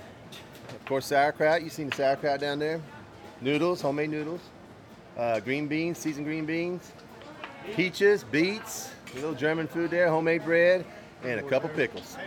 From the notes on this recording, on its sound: On the last Sunday in September, however, the town comes alive when nearly 2,000 descendants, friends, and family convene for Wendish Fest. Recorded live at Wendish Fest.